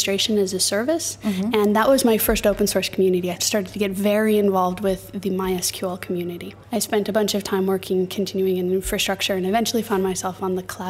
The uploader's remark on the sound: joins us live from OpenStack Summit in Barcelona